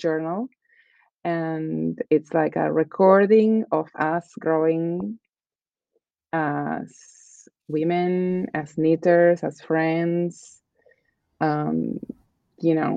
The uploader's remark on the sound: For this global recording. Join us from Argentina and Finland.